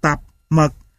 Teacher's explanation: Thanh nặng được phát âm xuống ngay. Ở thanh nặng cũng có hiện tượng tắc thanh hầu trong quá trình phát âm.